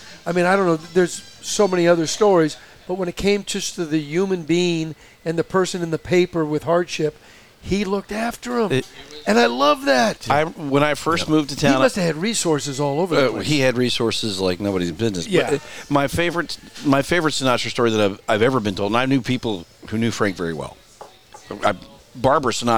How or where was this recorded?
busy venue